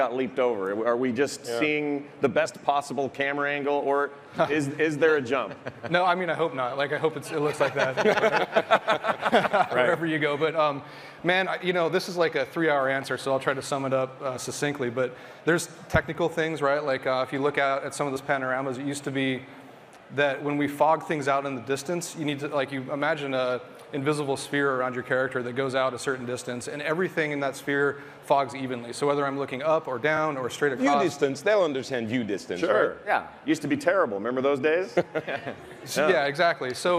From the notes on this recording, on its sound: Our live panel from the Blizzcon Epic Stage!